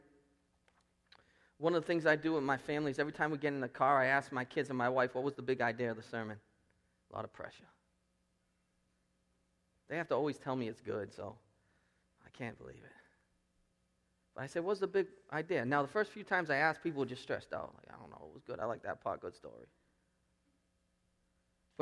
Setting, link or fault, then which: setting, large echoing room